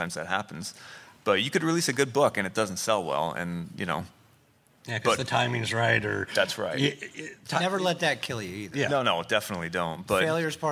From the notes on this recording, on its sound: An independent comic creator panel LIVE from FanExpo Philadelphia